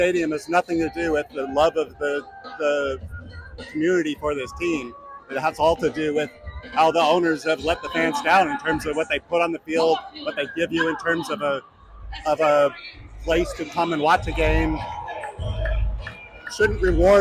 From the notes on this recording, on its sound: Interviewing A's fans at 2023 home finale. Roamed around the Coliseum with a microphone and got the pulse of the A's fan base after a tumultuous year in Oakland.